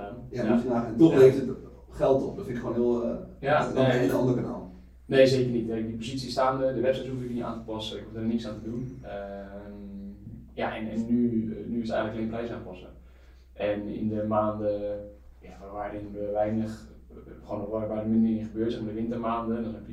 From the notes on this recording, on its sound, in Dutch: Helaas is er iets niet goed gegaan met de audio. Vandaar de lagere kwaliteit dan dat je van ons gewent bent.